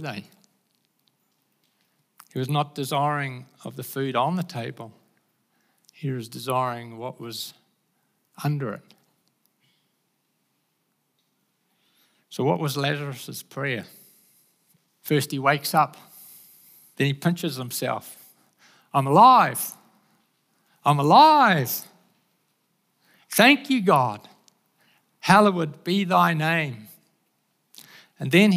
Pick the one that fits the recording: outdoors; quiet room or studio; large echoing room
large echoing room